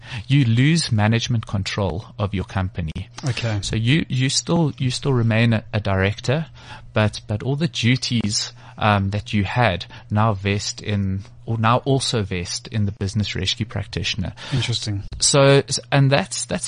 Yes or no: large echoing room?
no